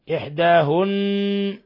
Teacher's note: إحداهن لاحظوا أنه لاحظ كيف النون مشددة فنعطيها غنة مقدارها حركتين